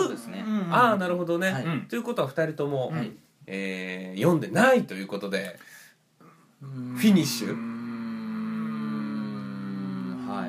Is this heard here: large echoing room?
no